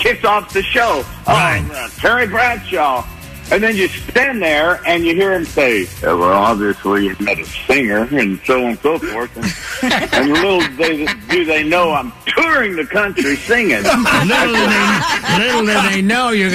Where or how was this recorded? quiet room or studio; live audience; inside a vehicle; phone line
phone line